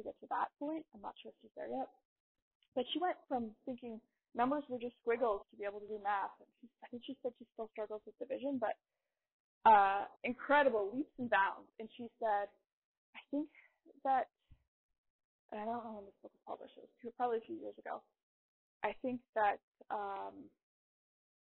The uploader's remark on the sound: I am sorry in advance about the sound quality.